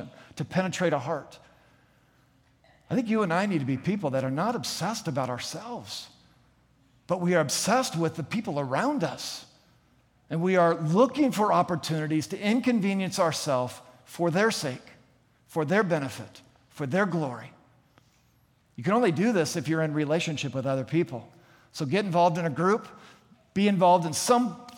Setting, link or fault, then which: setting, large echoing room